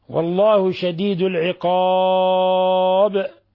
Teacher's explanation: حالة الوقف على الباء نقف عليها بالسكون، فيها 3 العارض لأن سبقها حرف مد عرض له السكون، وفيها قلقلة الباء لأنها من حروف قطب جد.